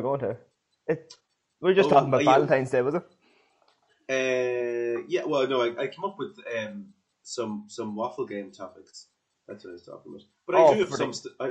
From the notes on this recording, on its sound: Is on the zoom again.